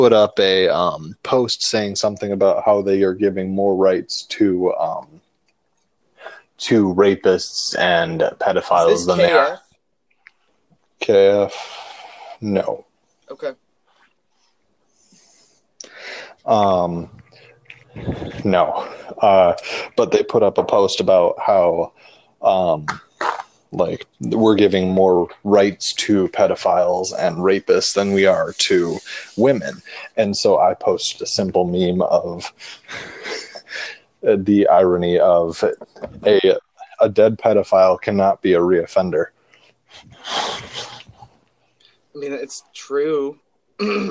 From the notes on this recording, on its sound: This Episodes Audio Is Not Ideal.